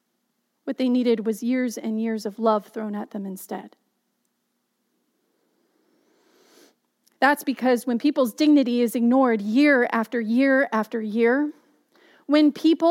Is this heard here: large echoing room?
yes